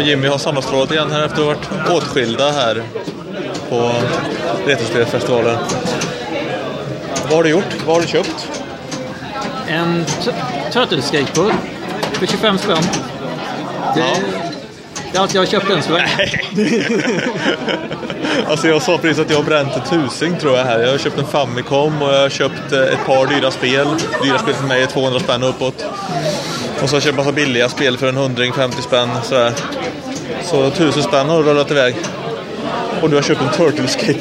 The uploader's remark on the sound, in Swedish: Retrospelsfestivalen – Live. Live-inspelat podavsnitt där vi besöker Retrospelsfestivalen i Malmö den 10 oktober 2015. Spontanintervjuas i cafeét.